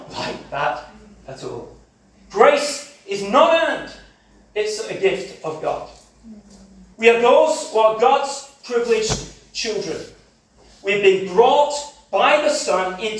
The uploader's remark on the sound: This sermon was preached. At CCM Ladybarn.